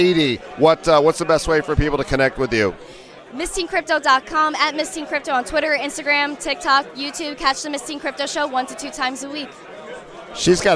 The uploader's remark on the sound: Live from NFT NYC 2022!